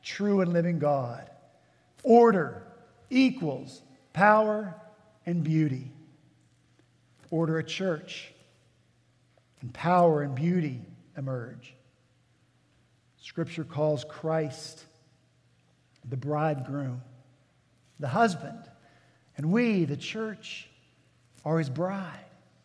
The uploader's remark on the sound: At Redeemer Presbyterian Church in Charleston, SC